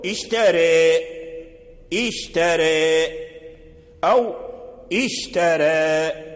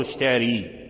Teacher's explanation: تميل به فتترك جزءا قليلا من الفتح · Shown in: first take · لا تميل به الكسر خارج فتقول اشتري، لا، إنما تخلط · Term: الإمالة